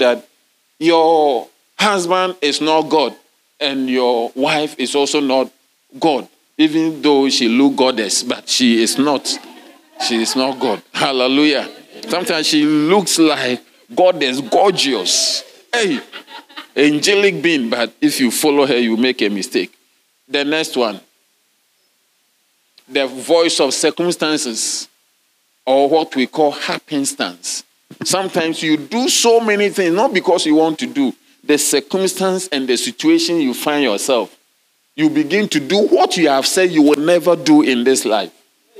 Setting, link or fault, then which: setting, large echoing room